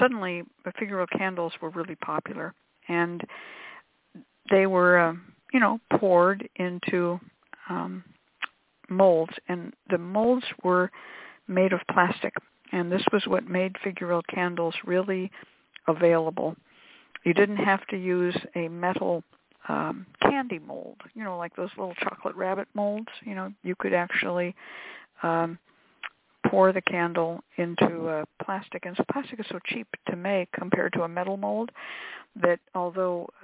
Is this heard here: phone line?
yes